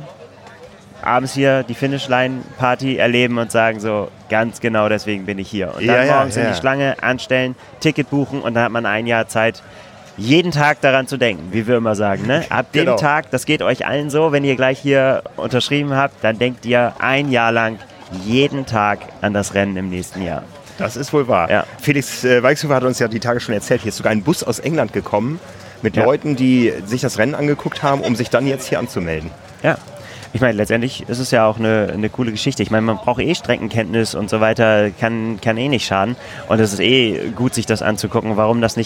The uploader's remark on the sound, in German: Live aus Roth! Haben ihr Studio nämlich direkt an der langen Anmeldeschlange für die Challenge Roth 2020 aufgebaut. Talken live mit Zuschauern.